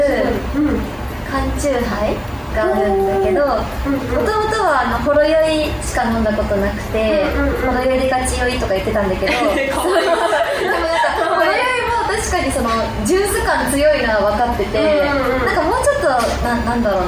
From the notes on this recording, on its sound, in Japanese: 公開収録第二部。